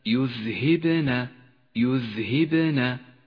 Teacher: انتبه إلى صفة القلقلة لحرف الباء في كلمة يذهبنا يذهبنا، فإذا أهملت قلقلته غدا حرفا ضعيفا، هكذا يذهبنا، غير واضح، بينما بالقلقلة يتقوى ويتوضح يذهبنا، وقد لون بالأزرق الفاتح إشارة إلى صفة القلقلة.